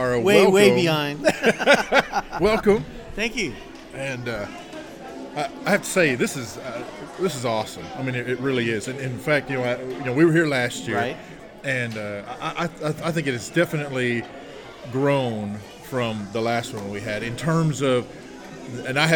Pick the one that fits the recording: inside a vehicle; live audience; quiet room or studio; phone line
live audience